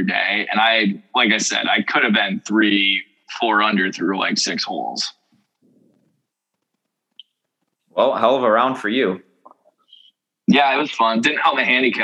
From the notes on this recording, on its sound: The whole gang is back via zoom